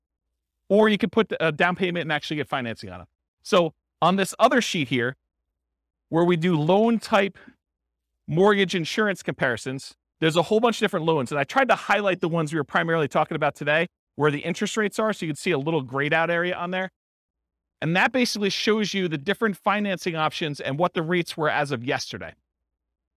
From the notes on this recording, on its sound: This was a live class recorded